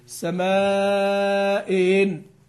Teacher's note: أحقق الهمزة الأولى وأسهل الثانية